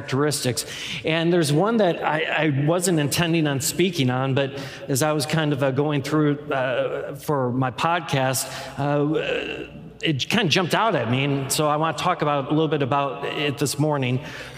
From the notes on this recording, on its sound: Any music performed live is performed under all appropriate licenses from CCLI. The core message from our live service.